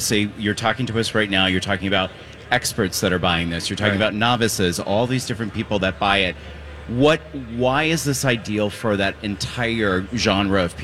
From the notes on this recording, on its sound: Live at the Golf Show! LIVE at the Minneapolis Golf Show!